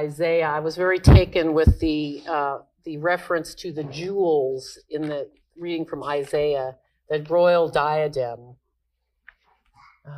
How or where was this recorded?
large echoing room